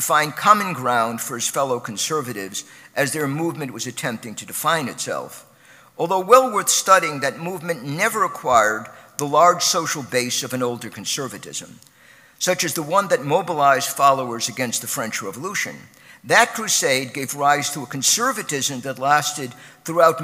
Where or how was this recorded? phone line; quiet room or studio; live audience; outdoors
live audience